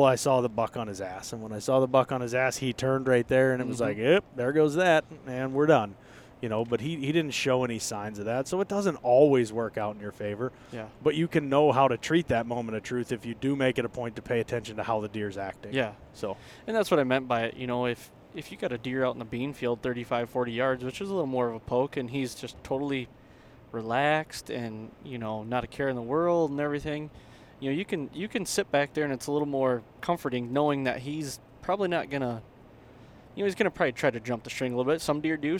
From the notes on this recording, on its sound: It's the Rut and we are heading to Michigan. Are in the truck heading to Michigan and we decide to record a podcast.